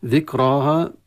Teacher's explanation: ذكراها مد طبيعي مع تفخيم الألف ومع الراء، والها مع الألف ترقق. خطأ اللي يقع فيه بعض الطلاب يقرأها ذكراها تحريك الكاف، تحريك الكاف وتفخيم الها مع الألف جريا على ذكراها، هكذا ذكراها، وهذا خطأ، هي ذكراها على تنسيق ذكرى ها، هذه بالتفخيم وهذه بالترقيق.